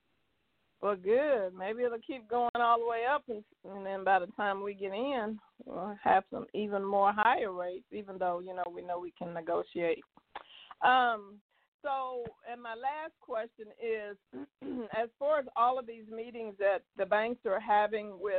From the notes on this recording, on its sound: TNTSuperfantastic Conference Call